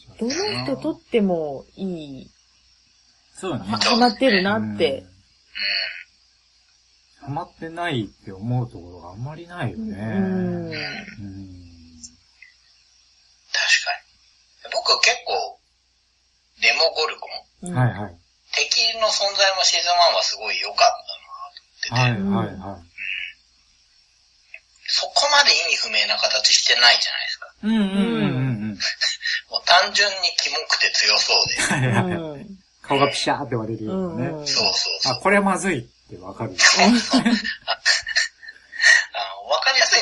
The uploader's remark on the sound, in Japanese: 今回は、収録環境の関係で音声が悪く、お聞き苦しいところもあるかと思いますが